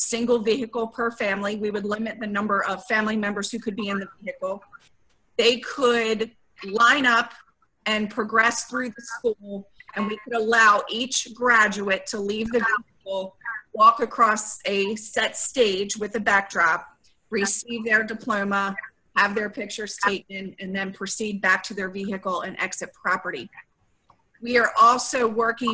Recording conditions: video call